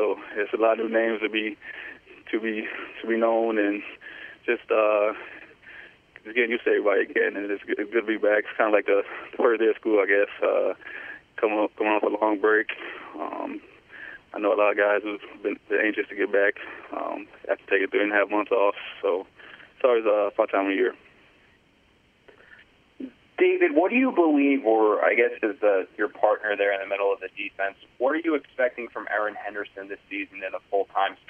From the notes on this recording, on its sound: Conference Call. Returns to the Facility and Speaks with the New York Media.